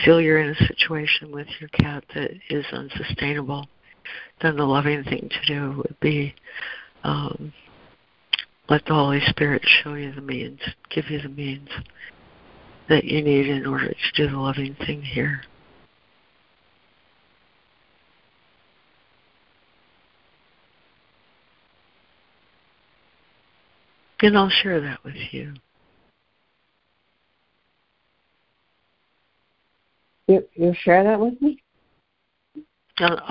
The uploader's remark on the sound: ACIM Daily Conference Call